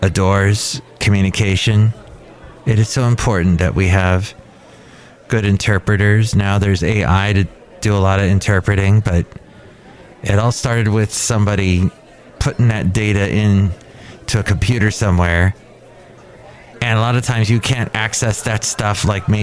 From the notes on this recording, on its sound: podcasts live from Café Anyway